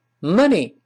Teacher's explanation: 这个字母 O 发的音是倒 V 字这个啊，啊，啊。嘴轻轻张开，但不要咧开，不要用力。